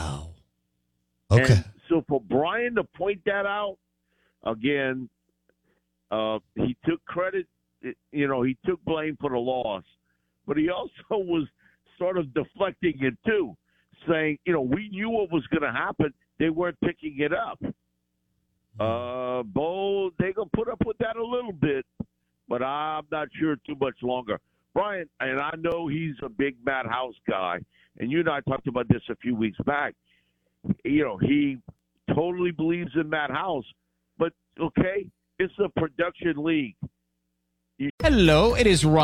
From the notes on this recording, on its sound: Joins the show on the Farm Bureau guest line talking about the biggest news in college football live in the BankPlus Studio.